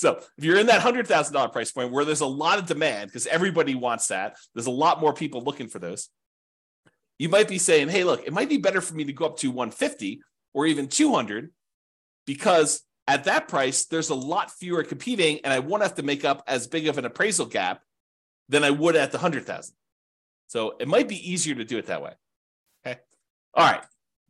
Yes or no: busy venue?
no